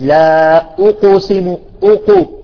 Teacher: إذا لفظت القاف وأنت تقلقل والشفتان مضمومتان، صح، ستخرج القاف فيها رائحة الضم. اسمعوا، إذا قلت لا أقسم أقو، لاحظتم هنا يجب أن تأتي الرياضة الفكية مباشرة، نسحب الشفتين إلى الخلف حتى لا تتأثر حركة القاف بالضم، بضم الشفتين.